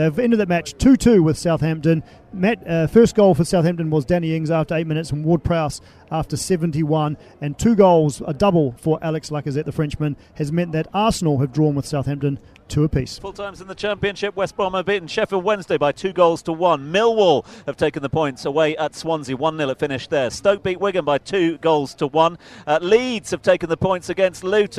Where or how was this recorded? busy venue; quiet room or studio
busy venue